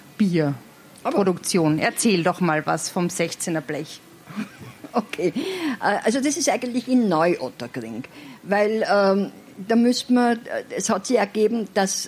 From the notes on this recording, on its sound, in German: Live in Ottakring. 1.Teil des Live-Mitschnitts vom Kultursommerwien 2020. Live am Nietzscheplatz über Ottakring.